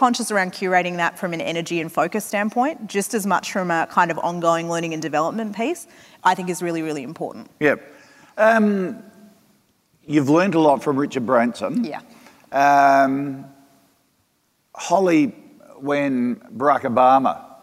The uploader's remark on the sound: From 2018's Flying Solo Live